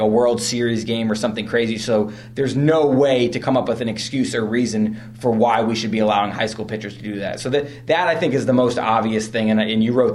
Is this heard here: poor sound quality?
no